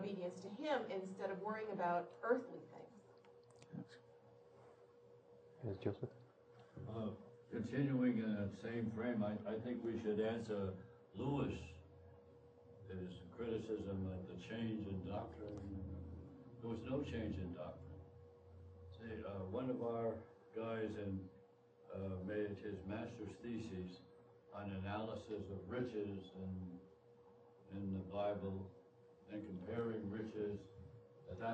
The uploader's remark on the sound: From the 2006 Austrian Scholars Conference.